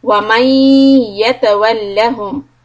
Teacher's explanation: ya is a idgham with ghunna, and then mim shadda stop there two harakat